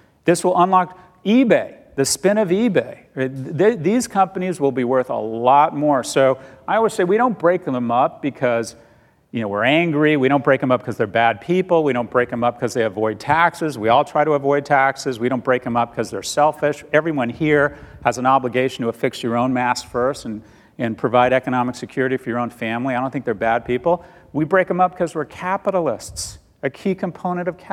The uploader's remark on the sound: Recorded live on September 9, 2019 at Code Commerce in New York City.